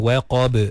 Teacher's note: Iza waqab, ada ba yang qalqalah kat situ